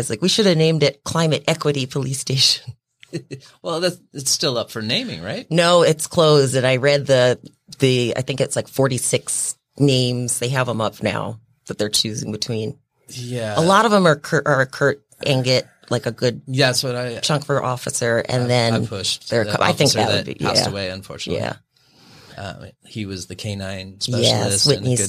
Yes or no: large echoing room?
no